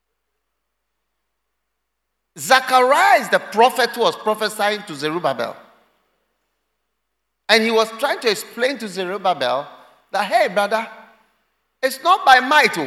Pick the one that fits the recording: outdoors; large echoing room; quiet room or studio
large echoing room